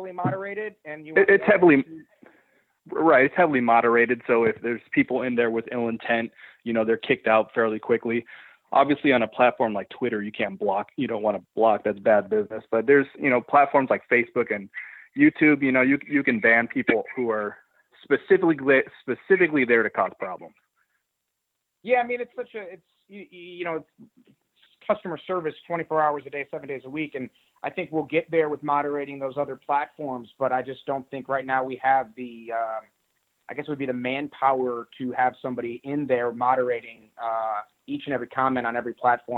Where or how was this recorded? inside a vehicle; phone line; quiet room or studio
phone line